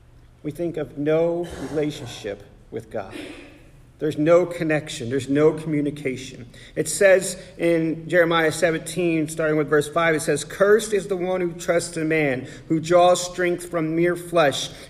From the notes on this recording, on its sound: At The Salvation Army Augusta Kroc.